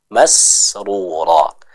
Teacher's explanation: sinnya kita baca dengan sempurna, jangan terbawa dengan suara dari huruf shin. Jadi bukan masrura tapi masrura.